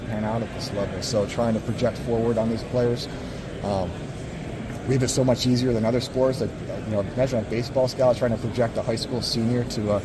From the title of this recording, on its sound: Press Conference from the NFL Combine